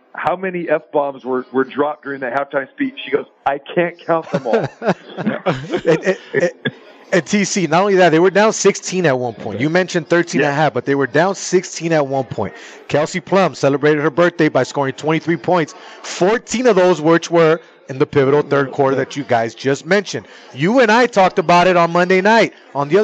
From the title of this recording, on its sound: Live from the Super Book at the Westgate Las Vegas